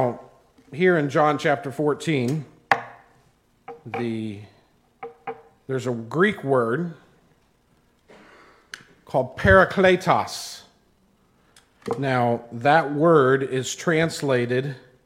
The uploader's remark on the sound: preached at the Tarrant Bible Methodist Church on October 31, 2021